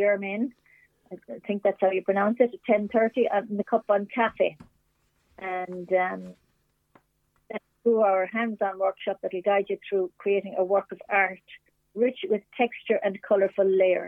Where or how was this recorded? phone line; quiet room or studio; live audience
phone line